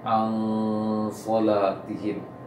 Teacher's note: Sadnya tebal dan disertakan nanti dengung sebelum sad itu juga tebal.